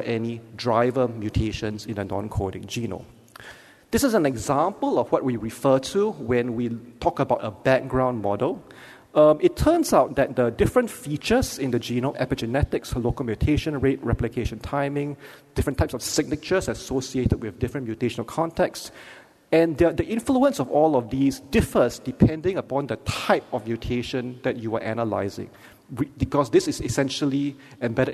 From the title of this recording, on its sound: Keynote Lecture